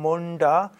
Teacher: kurzes U, zerebralisiert, Zunge oben